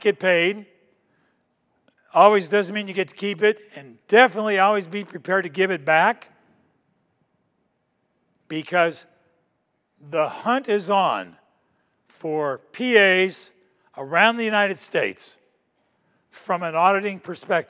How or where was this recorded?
large echoing room